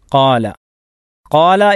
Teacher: മദ്ദിൻ്റെ അക്ഷരമായ അലിഫുണ്ട്, അതുകൊണ്ട് അതിൻ്റെ മഖ്റജ് ജൗഫാണ് · Term: ഹുറൂഫുൽ മദ്